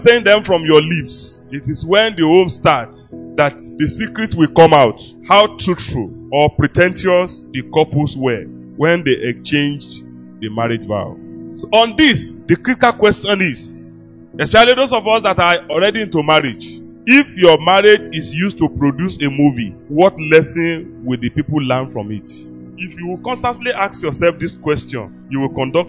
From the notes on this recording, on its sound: LIVE FROM OASIS OF WISDOM BIBLE CHURCH